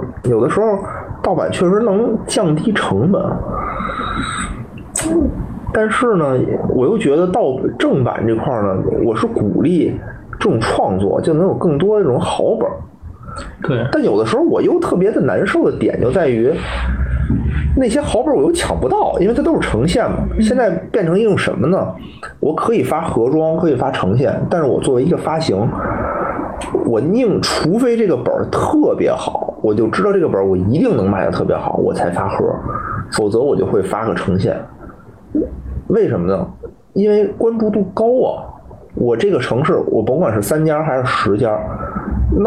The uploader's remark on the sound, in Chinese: 本周加更一期直播节目，音质一般，多担待。